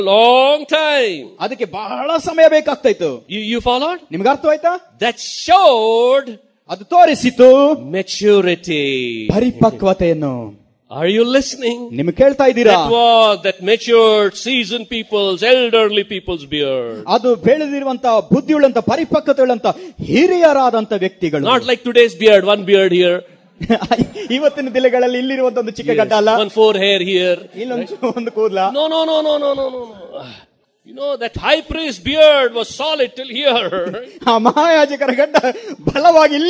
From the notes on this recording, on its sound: This message was spoken in Naregal Conference in 2011.